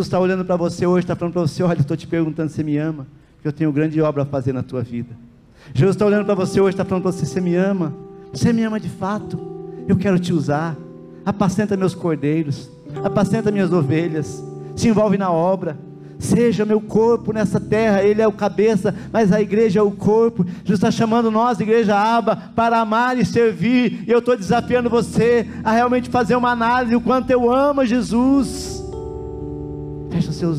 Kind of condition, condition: setting, large echoing room